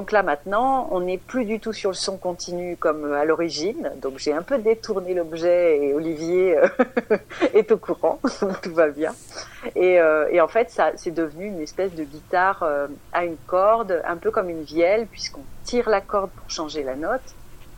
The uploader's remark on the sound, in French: Interview téléphonique